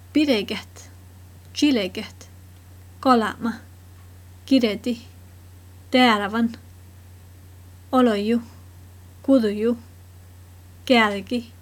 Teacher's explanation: Mellan vissa konsonanter kan man höra en kort och otydlig vokal som kallas glidevokal